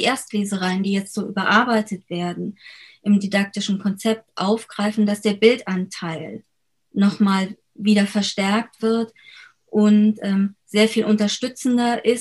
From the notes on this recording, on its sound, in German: Über Zoom im virtuellen Literaturhaus Frankfurt miteinander und mit dem Publikum verbunden. Die Fragen aus dem Publikum zum Ende des Gesprächs.